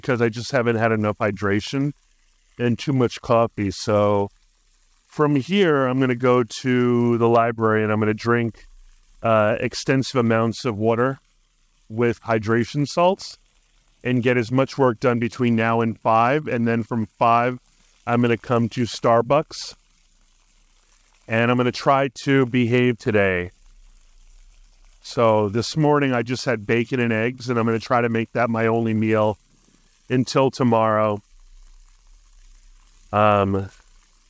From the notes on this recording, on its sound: A Sunday Podcast from the Streets of Arlington. Recorded live from Penrose Square Park. Acknowledging the occasional wind disruptions that his audio might be facing, confidently asserting that Adobe will come to the rescue in minimizing the noise.